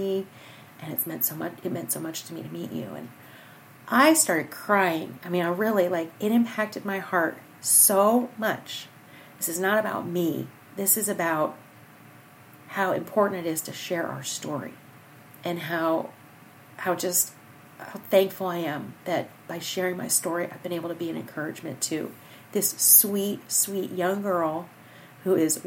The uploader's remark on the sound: Unlike most episodes, there is no intro or outro music - this is just you, me, the microphone & Coco snoring in the background.